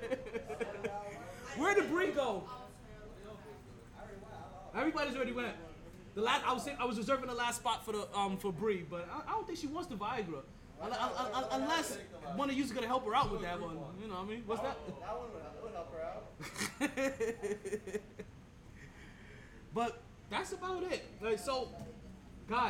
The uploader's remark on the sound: Live From Sharkey’s where ladies drink free.